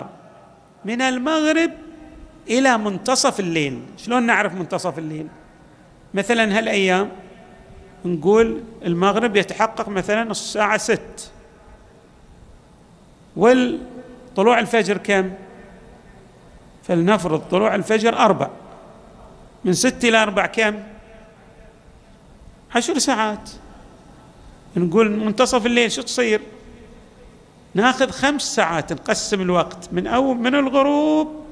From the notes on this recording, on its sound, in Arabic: تسجيلات جامع الإمام علي عليه السلام الأحساء - المبرز.